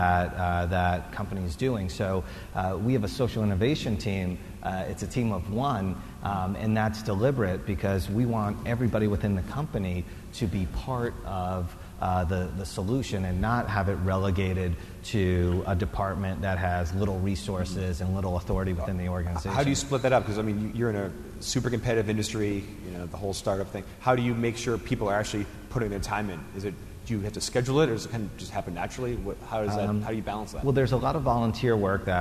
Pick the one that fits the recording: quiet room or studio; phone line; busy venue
busy venue